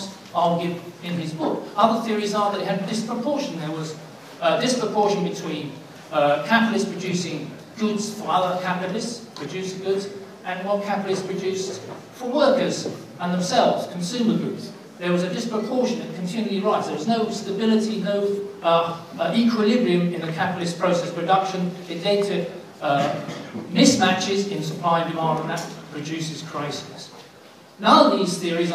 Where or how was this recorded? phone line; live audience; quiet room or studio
live audience